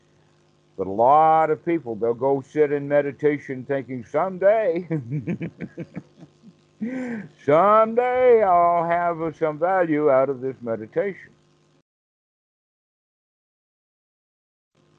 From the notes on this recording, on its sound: the call was recorded